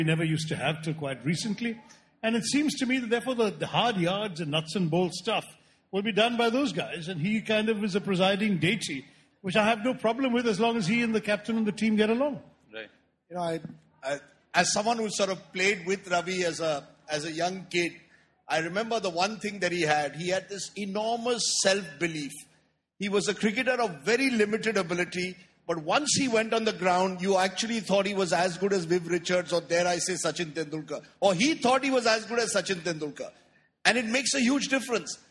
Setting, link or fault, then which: setting, live audience